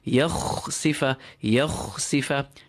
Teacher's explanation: Be careful not to voice the kha. If you add voice to the kha, you would end up with a ghain.